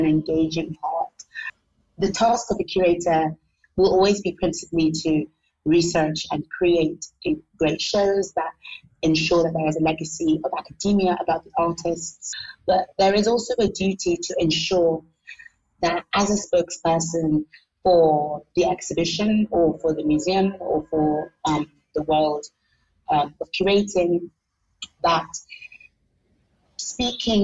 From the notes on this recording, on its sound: The sound quality in this episode is compromised due to an unstable internet connection between London and Lagos, where this conversation was recorded.